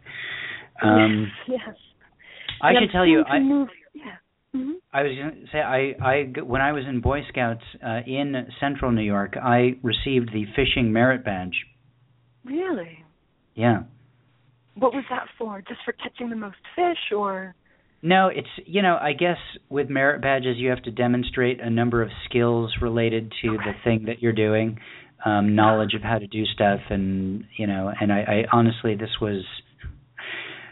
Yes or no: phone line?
yes